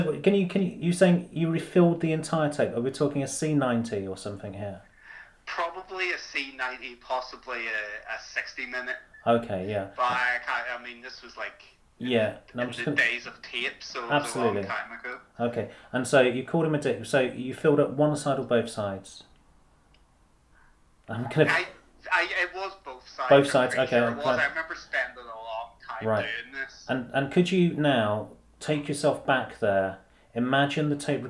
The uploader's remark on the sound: Obviously if I was ever to do this again I would get a chair that wasn’t so f*****g squeaky and try and do something about the dog tearing about the house but it is what it is: one microphone, a phone on speakerphone and me pressing pause.